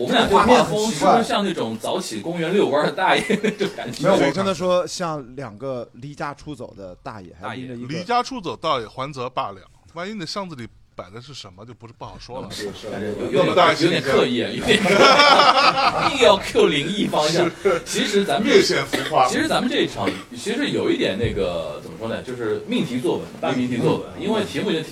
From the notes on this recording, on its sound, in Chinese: 这是2023年4月22日在阿那亚的【声量】活动当天，我参与录制的第一场播客节目。因为录制时间是凌晨4点到5点。